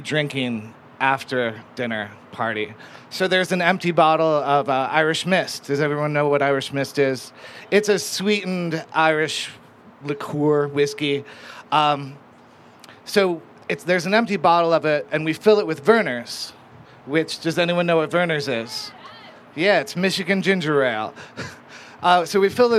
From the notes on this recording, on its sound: A selection of impromptu storytellers from a Raconteur event recorded at Carbon on July 12.